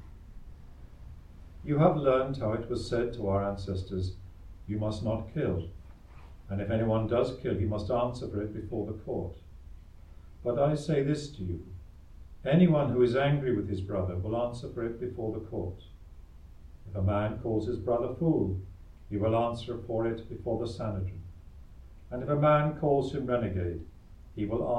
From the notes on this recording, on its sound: Recorded live at Southgate House on 15 June 2023.